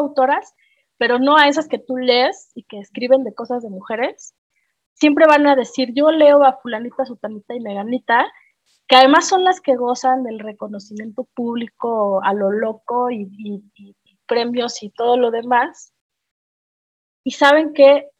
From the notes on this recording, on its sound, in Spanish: Como parte del tercer ciclo del Laboratorio de Escrituras Vivas, en sesión sincrónica vía Zoom.